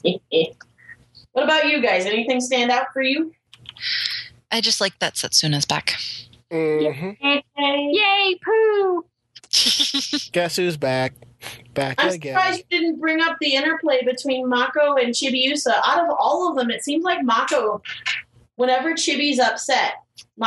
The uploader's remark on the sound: There are some audio issues with this podcast.